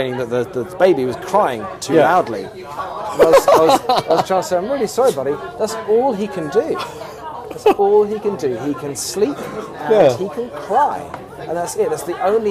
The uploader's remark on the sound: Reunited for some pointless waffle in the local spoons. Live from the Masque Haunt, Old street.